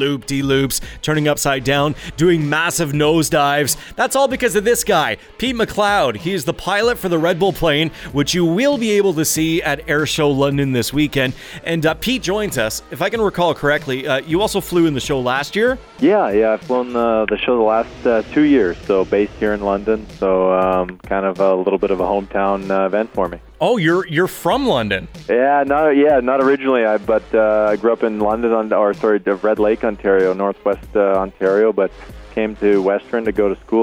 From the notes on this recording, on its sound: Live From Airshow London 2018. Broadcasted live from the kick-off of airshow London and had a chance to talk with many pilots.